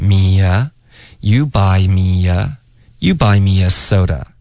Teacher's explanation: 好，最后一句话是算较长的一句连读了。Yes，所以这里呢，他就说的一个 allright，然后特的音省略，all right。Allright，非常快，很快、啊。嗯，因为它本身是没啥意思的。Allright，他就说，You buy me asoda，然后这个就是大家要注意的是 buy，别发成 buy，OK， I 的这个音是不对，是双元音 buy。然后就说 me 跟 a， me 跟 a 之间会有一个很轻的一个 y 的音